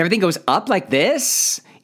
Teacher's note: that pseudo-Swedish voice where everything's a question and everything goes up like this? · Term: up-talking voice